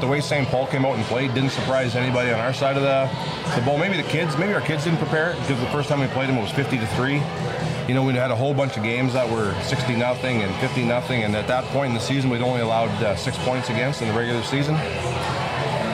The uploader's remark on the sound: Live at the The Canadian Brewhouse. Live at the The Canadian Brewhouse.